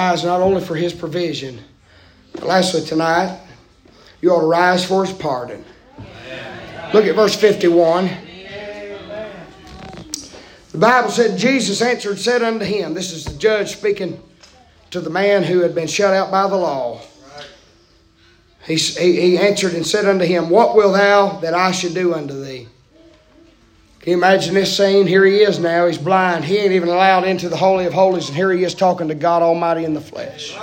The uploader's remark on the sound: preaching live from Still Water Baptist Church on 2/14/24